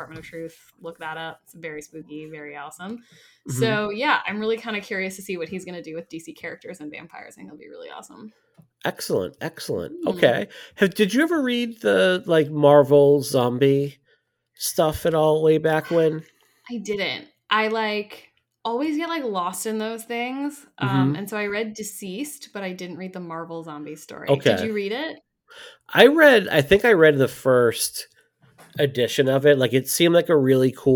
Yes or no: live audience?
no